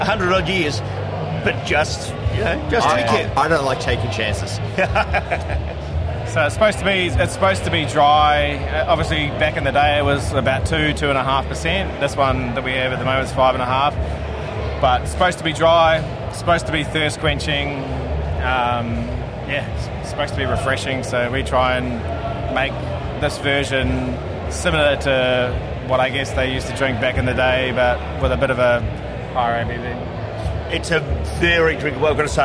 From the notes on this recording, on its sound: As this was an outside broadcast the audio is not of the high quality we normally aim